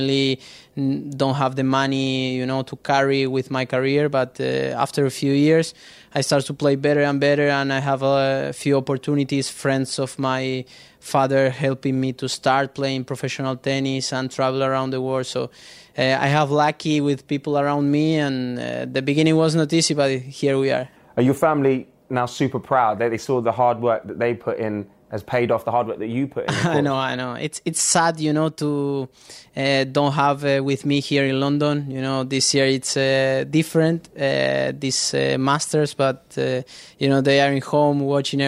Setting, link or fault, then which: setting, busy venue